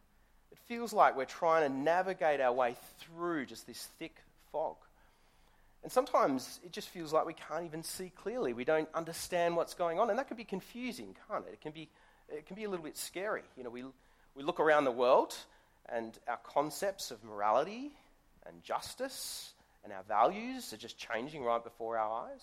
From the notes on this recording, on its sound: Sermon recorded live from Morley Baptist Church.